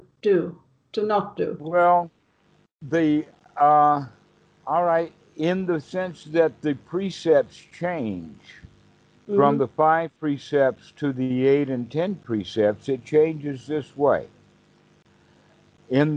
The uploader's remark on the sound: Skype calls on this channel.